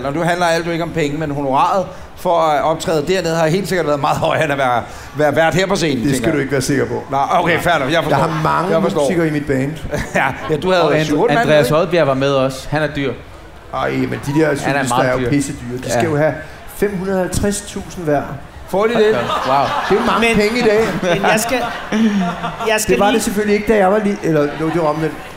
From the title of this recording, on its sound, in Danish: Live fra Smukfest 2023